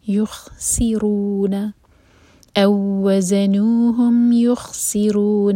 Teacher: یو یا پر دومہ ہے، اس کے بعد خوا پر دومہ نہیں ہے، تو جب خوا پر پہنچیں تو ہوٹوں کو گول نہ رہنے دیں، پھیلا لیں. یخسرون سین پر وسل ساؤنڈ اور را پر دومہ ہے تو را ہیوی ہوگا اور دوہرے کا لمبا مد طبعی.